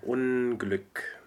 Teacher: So it's a real it's a real N followed by a G and not the N.